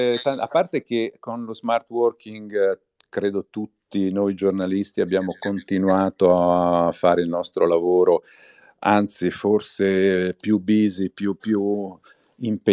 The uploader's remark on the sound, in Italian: Live su Twitter Spaces